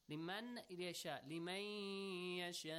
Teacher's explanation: Extend it for two beats and also pronounce it with a nasal sound.